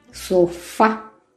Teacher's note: Termina en vocal A. Y se acentúa entonces en la última sílaba. Sofá. Por eso se pinta ahí tilde. · Term: acento